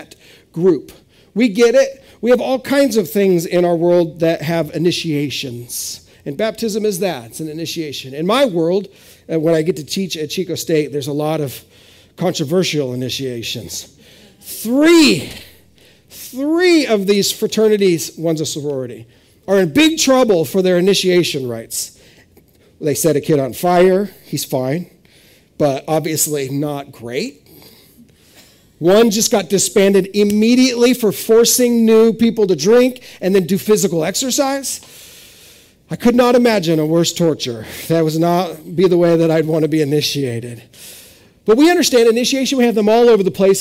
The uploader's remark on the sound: This is audio ripped from the Live Service video.